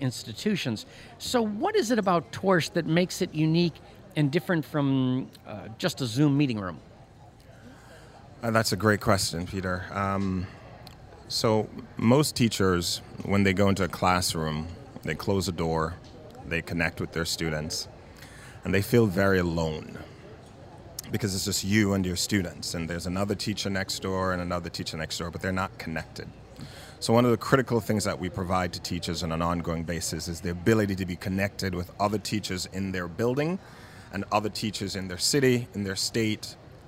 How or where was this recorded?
busy venue